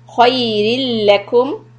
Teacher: And lam shadda is idgham without gunna.